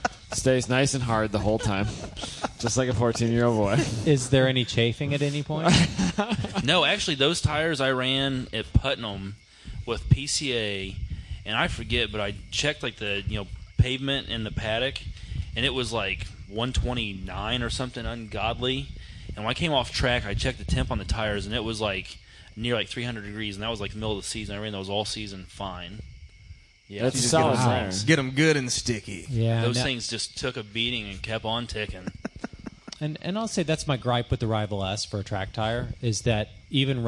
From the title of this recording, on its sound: from ITR Expo 2015